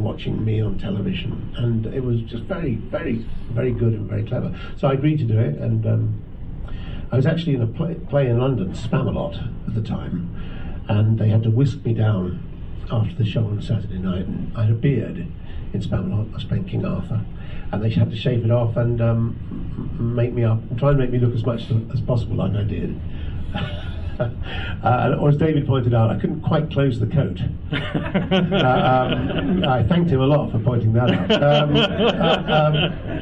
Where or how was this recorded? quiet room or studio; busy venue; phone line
busy venue